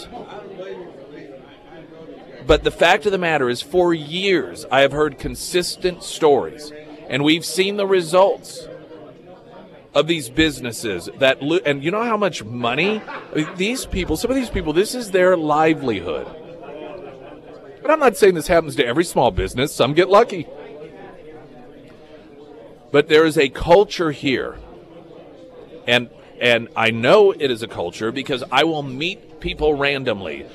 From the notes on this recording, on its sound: live at Scramblers Diner.